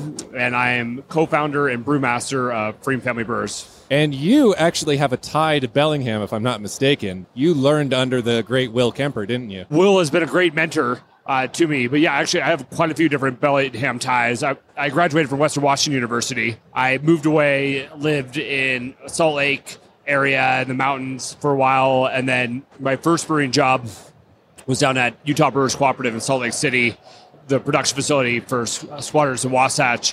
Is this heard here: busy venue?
yes